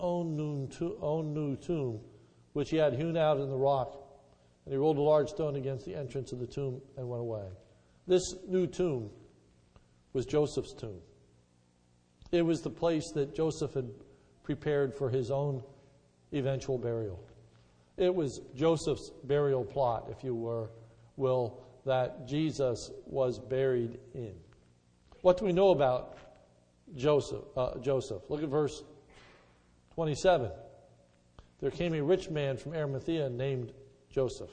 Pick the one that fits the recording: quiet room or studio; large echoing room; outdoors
large echoing room